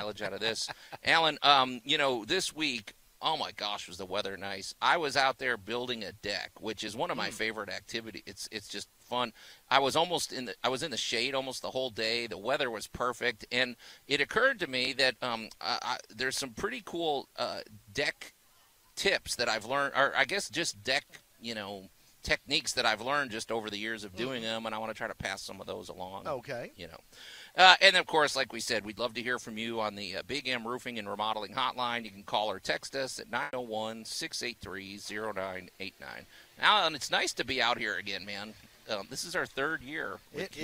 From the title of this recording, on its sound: Live From The 2023 Cooper-Young Festival